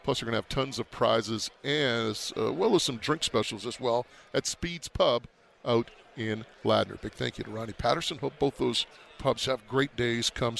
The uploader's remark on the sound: from Super Bowl 58 in Las Vegas - Day 3